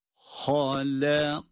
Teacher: Halakake, kalın ince, kalın ince halinde. Ha kalın, lam ince, kaf kalın, kaf ince.